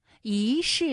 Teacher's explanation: 一世的一它也是一声，不过呢它在这里做变调处理，读二声了